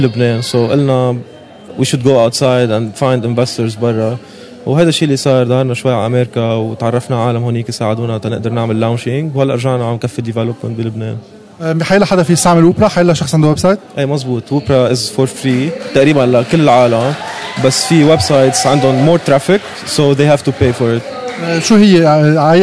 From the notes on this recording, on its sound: Last Friday, the lebanese geeks community met at GeekFest Beirut that was un-organized by the maniachis. I was there with my recorder.